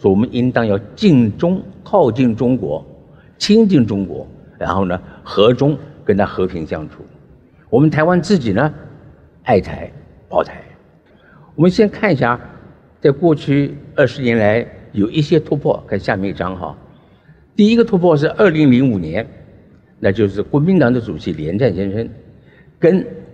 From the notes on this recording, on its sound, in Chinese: 本集節目取自【2023突破者知識跨年饗宴】現場錄音